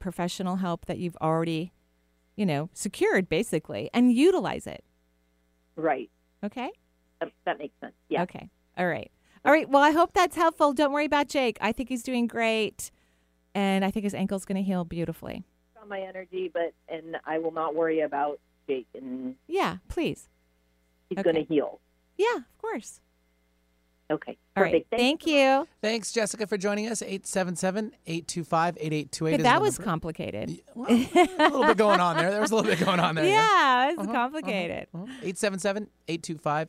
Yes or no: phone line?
yes